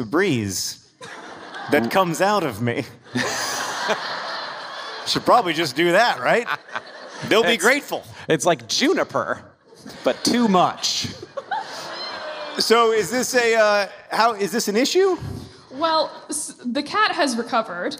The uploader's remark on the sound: Live in Carmel, IN!